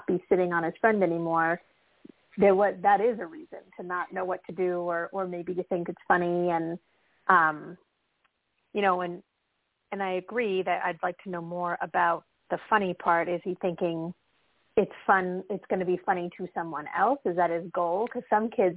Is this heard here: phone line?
yes